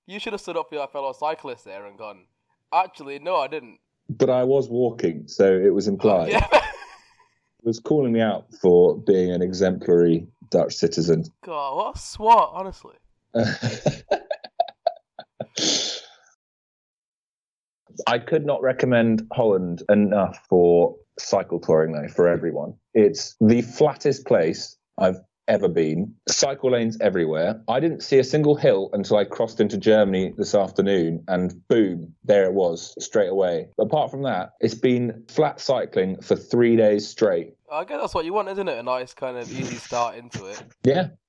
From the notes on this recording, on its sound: Apologies for the poor sound quality this week, still working on the setup!